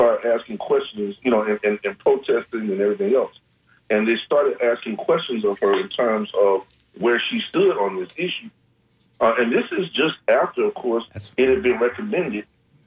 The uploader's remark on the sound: unique magazine format call-in show